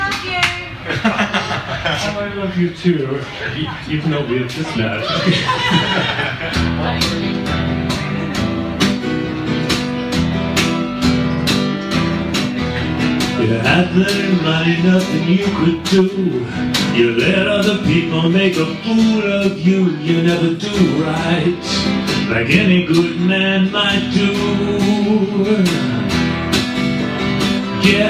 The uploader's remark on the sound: (Live In Hammersmith). A very impromptu live performance.